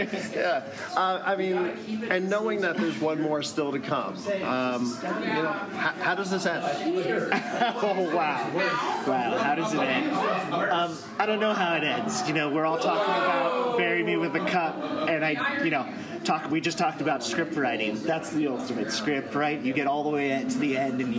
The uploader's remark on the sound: Always Loyal in Las Vegas. Sounds and reaction from the final regular season match in club history.